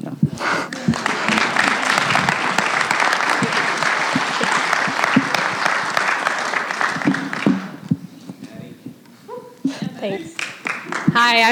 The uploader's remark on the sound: the gospel preached at our church on Sunday